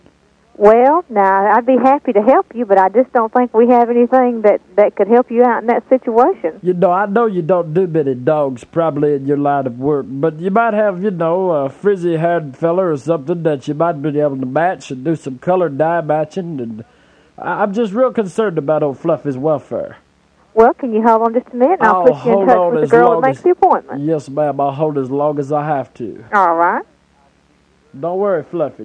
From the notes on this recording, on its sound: Prank Phone Calls